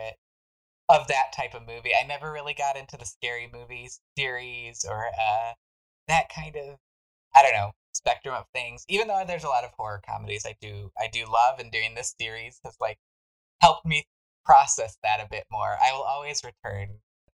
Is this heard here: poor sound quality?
yes